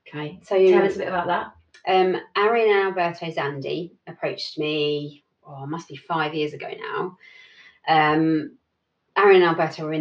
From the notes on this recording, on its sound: This was the first time we ever recorded anything so the sound isn't as good as it is in the main episodes.